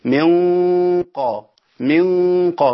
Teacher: بخفي النون في القاف مع تفخيم الغنة · Term: اخفاء حقيقي